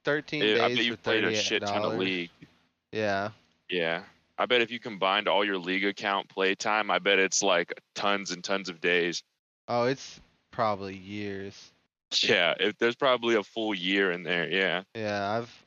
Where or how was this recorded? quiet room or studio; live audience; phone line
phone line